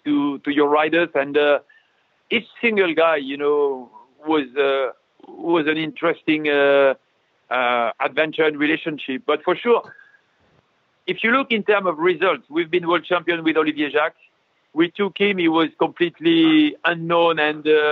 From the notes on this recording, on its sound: Talked to us over the phone from where he’s locked down in France.